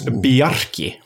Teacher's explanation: Icelanders do love a rolled R